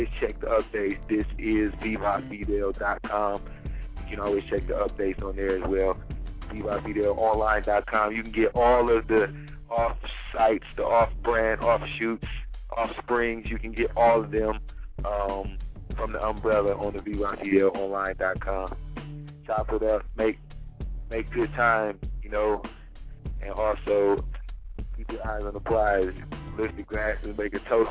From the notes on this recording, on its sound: Call in show! Chat show!